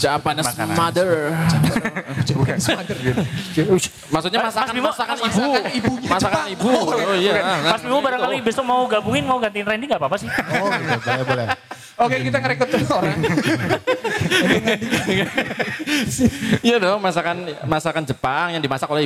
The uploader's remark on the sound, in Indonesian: Podcast secara live di acara Suaragam Fest selama 3 hari berturut-turut yang merupakan kerjasama antara Loemento Cafe & Resto dengan Jahanam Movement.